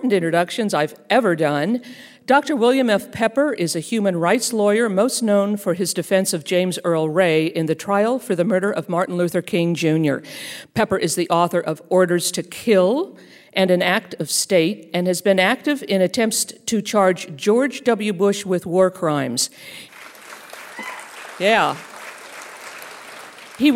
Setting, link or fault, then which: setting, live audience